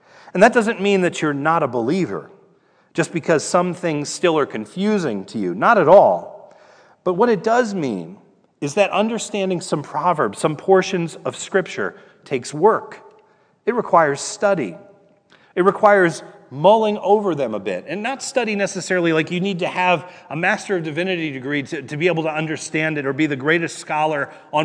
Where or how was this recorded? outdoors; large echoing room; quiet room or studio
large echoing room